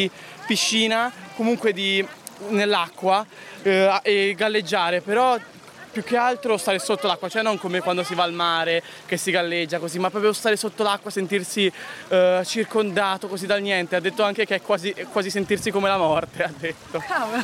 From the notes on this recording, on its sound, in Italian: Live dallo Space Center.